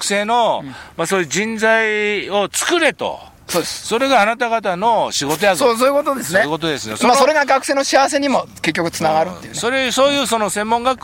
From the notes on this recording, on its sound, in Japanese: 長野県ビーナスラインの霧ヶ峰高原にて。バイクツーリングをして青空対談収録を開催いたしました。